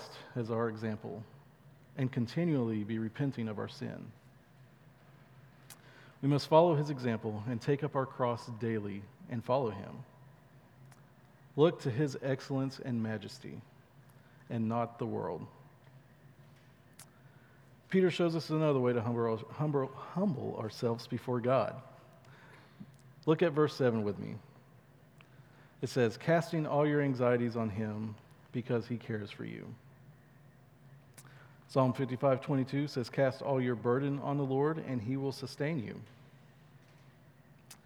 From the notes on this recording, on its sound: at Chaffee Crossing Baptist Church in Barling, AR